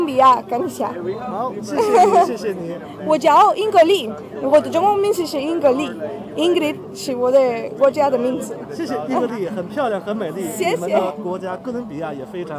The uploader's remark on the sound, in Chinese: 2014北京科技大学文化节现场报道